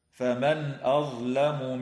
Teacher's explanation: قوله تعالى: فمن أظلم ممن كذب بآيات الله وصدف عنها، تظهر النون الساكنة عند الهمزة في قوله تعالى فمن أظلم